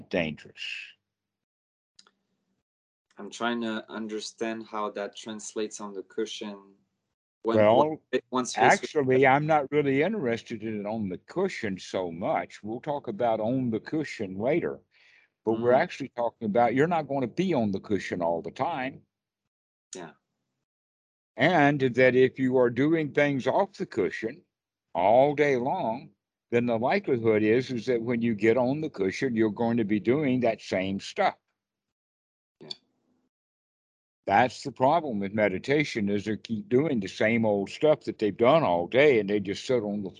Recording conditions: video call